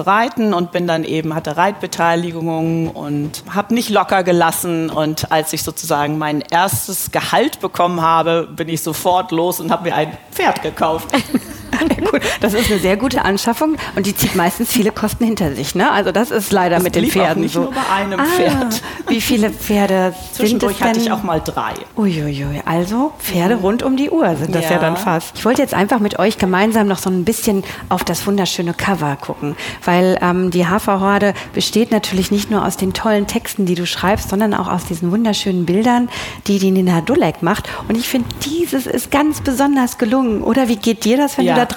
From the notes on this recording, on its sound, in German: LIVE* von der Frankfurter Buchmesse. Noch einmal live von der Frankfurter Buchmesse. Freut Euch auf die Fragen vieler kleiner Messebesucher.